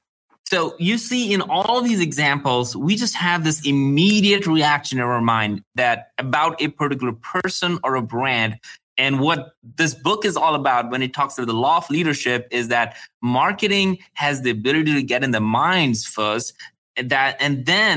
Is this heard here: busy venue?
no